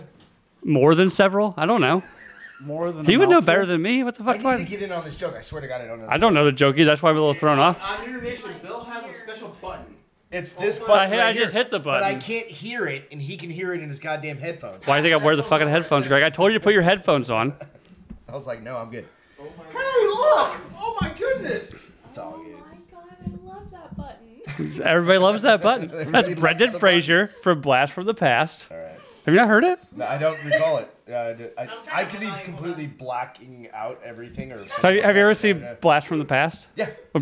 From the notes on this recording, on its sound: We're live from Austin, Texas for the Drinkin' Bros Super Bowl Sunday Event.